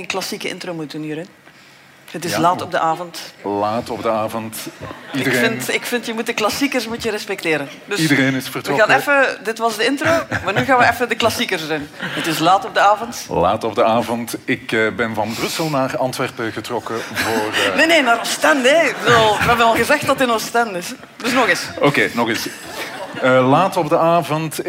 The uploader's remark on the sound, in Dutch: LIVE vanop het Podcastfestival. Met dank aan het DS Podcastfestival en House of Media voor de live opname.